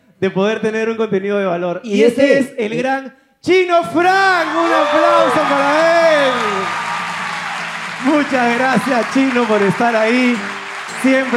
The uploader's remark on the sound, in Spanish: PRIMER SHOW EN VIVO